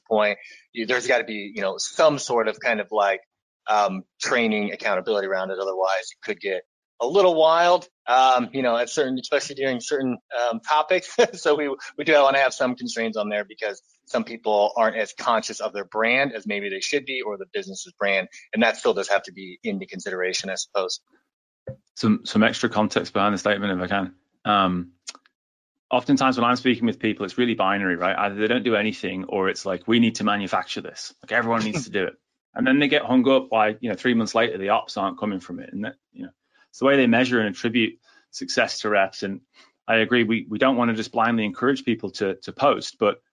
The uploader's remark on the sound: This episode is the audio from a previous webinar